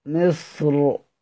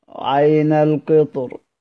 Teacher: مصر، مصر تفخم عين القطر، فاختلف في ذلك واختار في النشر التفخيم في مصر والترقيق في عين القطر